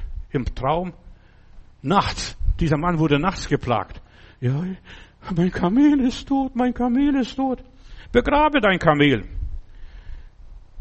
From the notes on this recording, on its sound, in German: im Gemeinde-Zentrum in Berlin aufgenommen